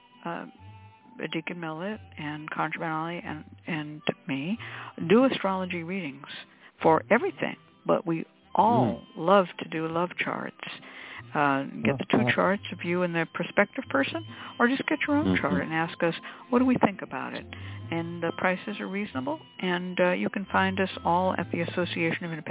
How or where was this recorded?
phone line